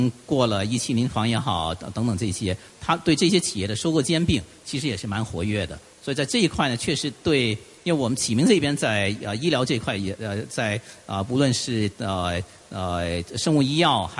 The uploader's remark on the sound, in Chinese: 中國股權投資大會錄音